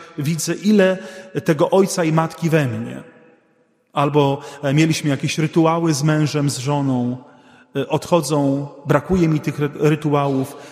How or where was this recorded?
large echoing room